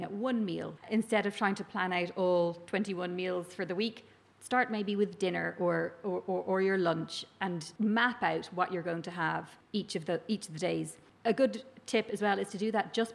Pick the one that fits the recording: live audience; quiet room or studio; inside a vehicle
live audience